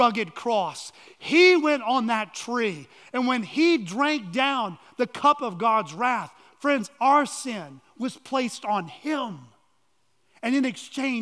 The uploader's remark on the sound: at Chaffee Crossing Baptist Church in Barling, AR.